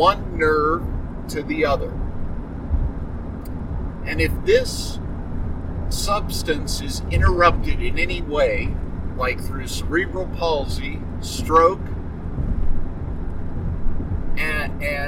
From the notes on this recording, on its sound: I record my shows very often in the work truck as I drive for many hours across Colorado, so my apologies for any road noise, crumpling bags, or other road-travel noises. I use a noise reduction program, but I don't catch everything.